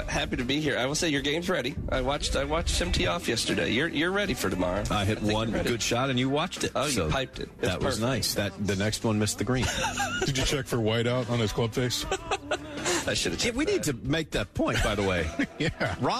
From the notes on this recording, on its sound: live from Pinetree Country Club.